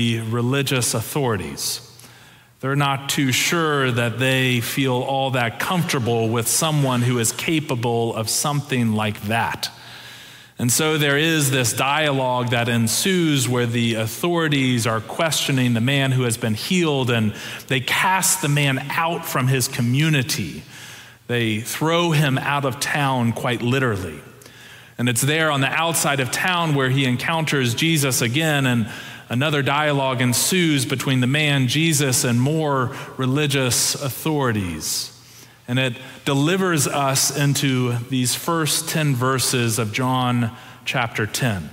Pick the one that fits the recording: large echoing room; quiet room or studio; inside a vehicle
large echoing room